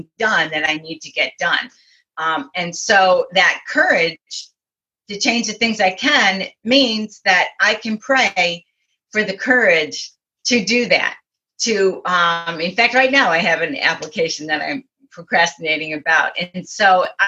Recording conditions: video call